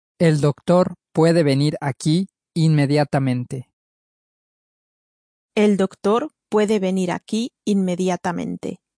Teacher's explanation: Let's use a rising intonation and turn that into a question.